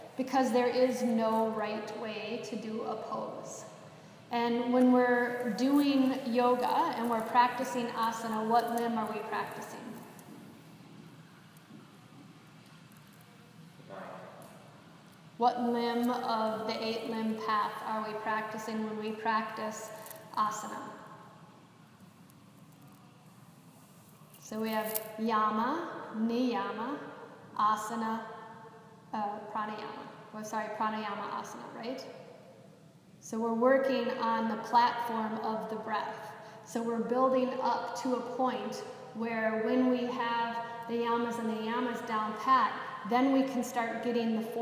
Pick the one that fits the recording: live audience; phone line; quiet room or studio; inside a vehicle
live audience